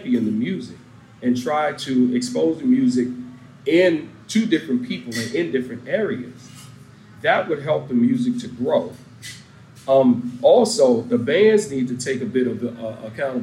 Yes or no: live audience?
yes